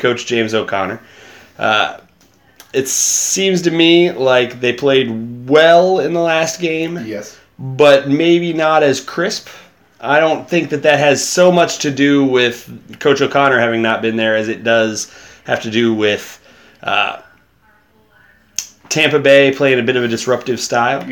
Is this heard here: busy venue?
no